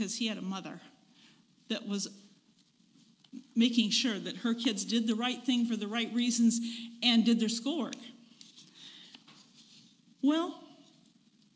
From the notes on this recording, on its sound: recorded on June 4, 2022, at Ringgold Seventh-day Adventist Church